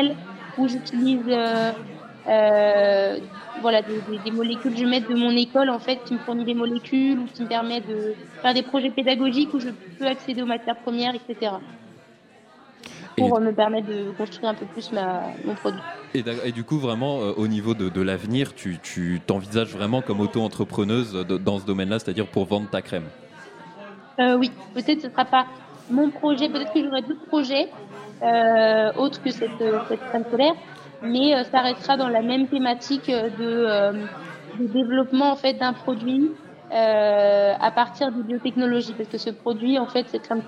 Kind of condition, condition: setting, busy venue